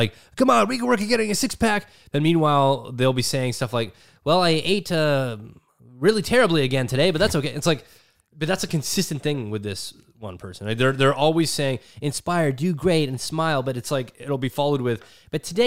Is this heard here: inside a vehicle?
no